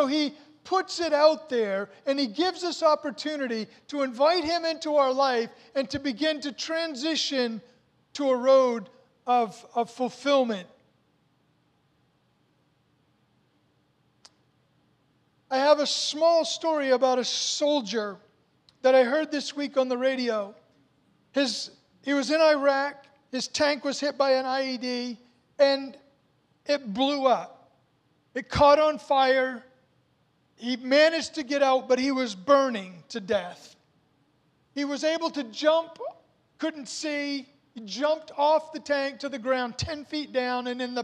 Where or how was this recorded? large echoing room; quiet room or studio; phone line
large echoing room